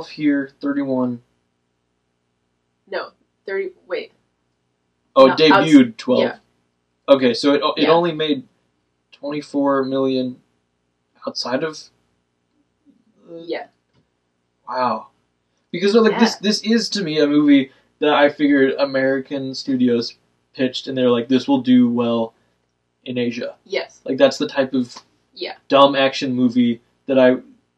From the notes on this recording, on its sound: The audio in this one isn't great.